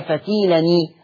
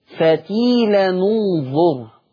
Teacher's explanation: حفص كسر، ورش ضم عشان ثالث حرف مضموم